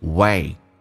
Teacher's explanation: way 稍微饱满一点先发 a 再发 e